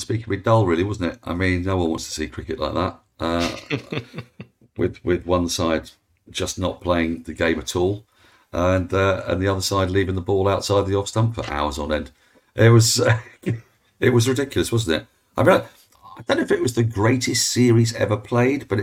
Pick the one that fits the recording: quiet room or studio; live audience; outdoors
quiet room or studio